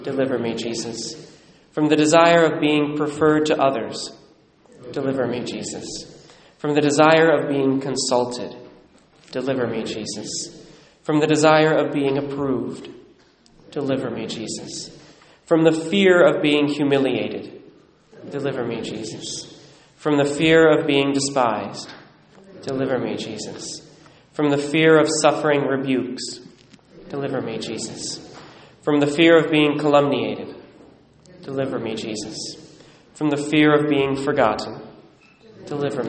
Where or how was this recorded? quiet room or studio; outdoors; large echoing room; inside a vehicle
large echoing room